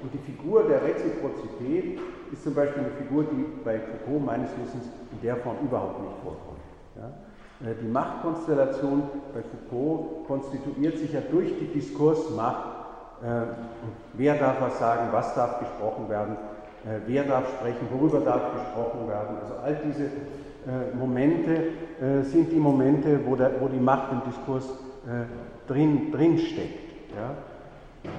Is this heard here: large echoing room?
yes